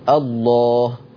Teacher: لم لفظ الجلالة لو انت بدأت بها تقول الله هتفخمه